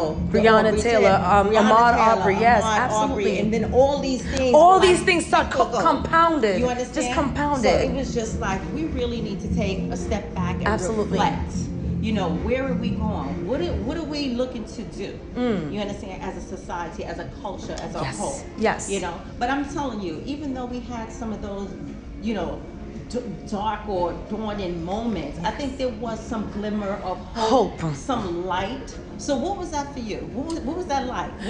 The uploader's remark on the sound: The ladies will record live at The Edge, one of the highest outdoor sky decks in the Western Hemisphere, with a one-of-a-kind design. It’s suspended in mid-air, giving you the feeling of floating in the sky with 360-degree views you can’t get anywhere else.